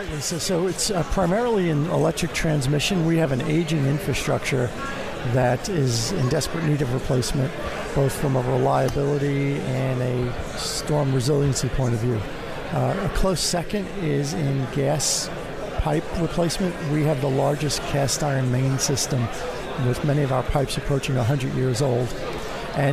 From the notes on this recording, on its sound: Live from the 2017 Future of Energy Summit